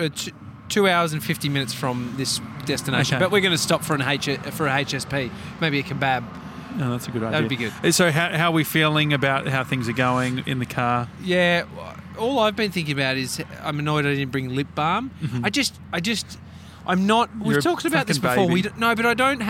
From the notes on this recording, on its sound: Stacks On At The Big Strawberry. We're doing the show live outside the Big Strawberry in Koonoomoo, Victoria.